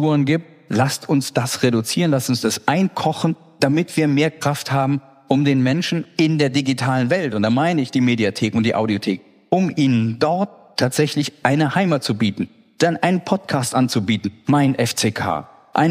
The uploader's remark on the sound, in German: Bei einer gemeinsamen Veranstaltung des Mannheimer Morgen und der Reiss-Engelhorn-Museen in Mannheim. Diskutierte anschließend mit dem Publikum.